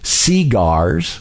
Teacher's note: Cigars in the South were spelt S-E-G-A-R and pronounced cigars with the emphasis on the first syllable